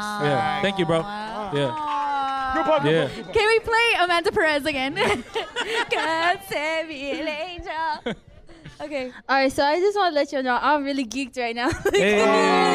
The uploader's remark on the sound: Our 1st LIVE SHOW. We had a hell of a live show in Los Angeles. Definitely clown each other and the crowd.